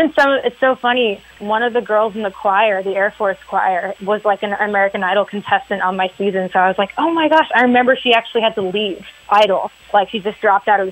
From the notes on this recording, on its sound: called in from our nation's capital